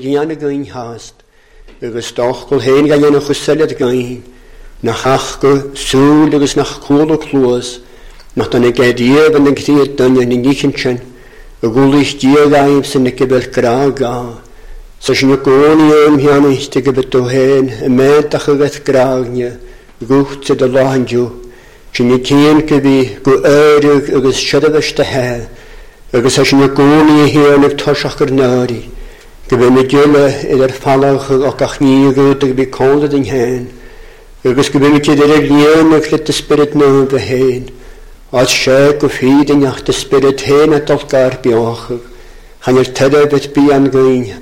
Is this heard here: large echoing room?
yes